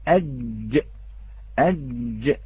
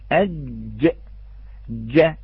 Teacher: يرتفع نعم وسط اللسان ويلتصق بالحنك الأعلى المحاذي له · Term: الجيم